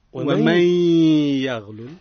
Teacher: النون عند الياء إدغام بغنة